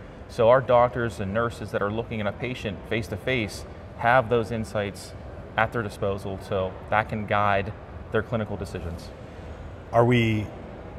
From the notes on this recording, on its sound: It’s an Interview in Action live from CHIME.